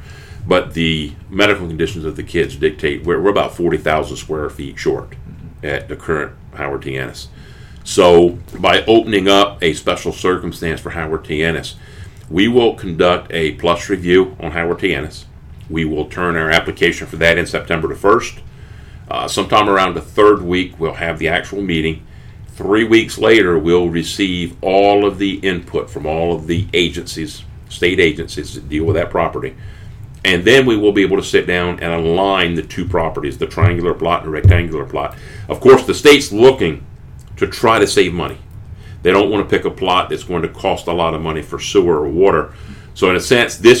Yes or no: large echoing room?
no